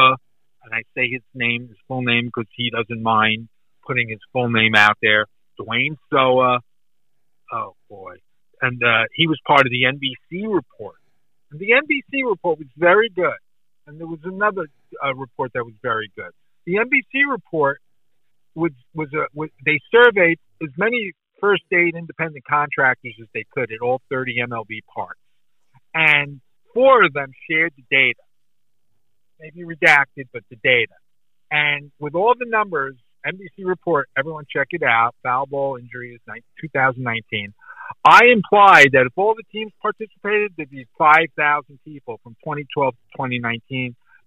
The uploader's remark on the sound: Recorded via phone call